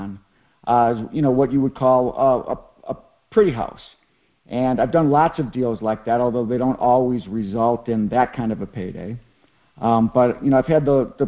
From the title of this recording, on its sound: Gold Club Q&A Call